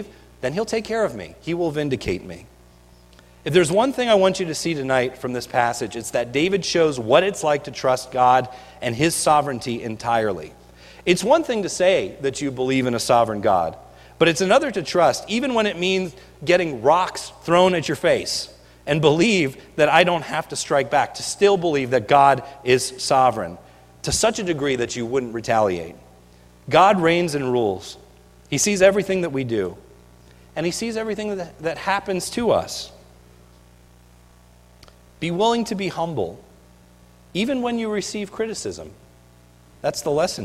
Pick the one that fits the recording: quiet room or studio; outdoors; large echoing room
large echoing room